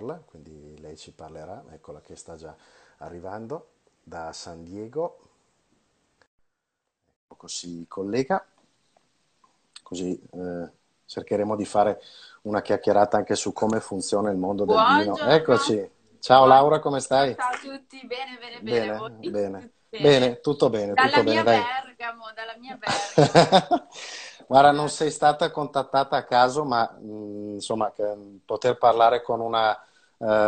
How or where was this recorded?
video call